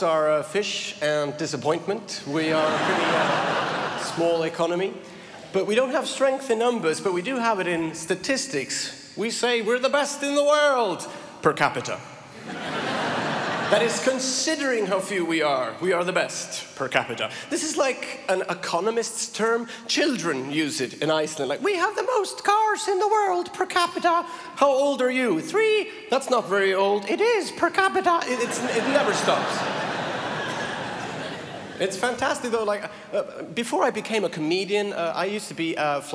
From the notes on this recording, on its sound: Melbourne International Comedy Festival's Opening Night Comedy Allstars Supershow. Palais Theatre.